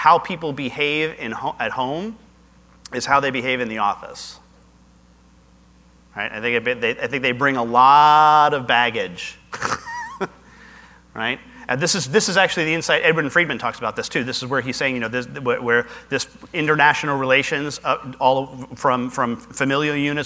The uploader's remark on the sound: Live Broadcast at the The IPBC IGNITE Conference